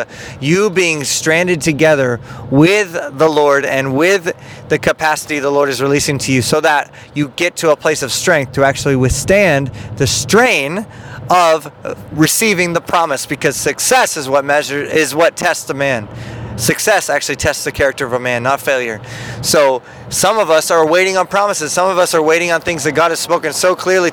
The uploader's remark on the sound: In The Car